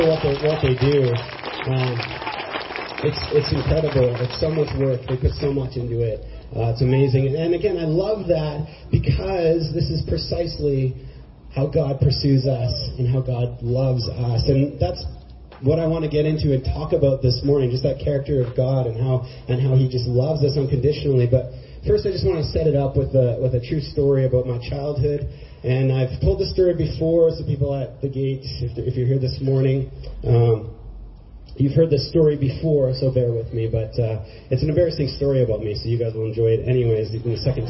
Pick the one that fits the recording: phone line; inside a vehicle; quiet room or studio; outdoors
outdoors